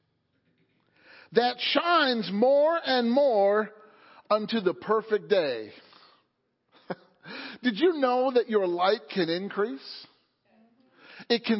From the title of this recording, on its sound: Sunday Morning Service